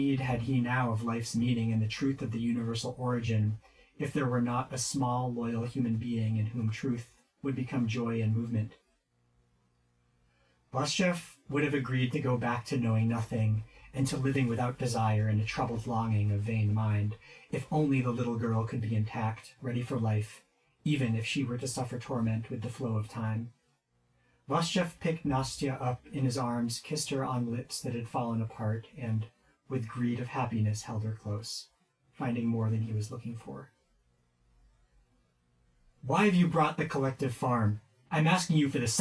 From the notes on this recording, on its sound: Experiment with the podcast form at the temporary expense of decent audio quality.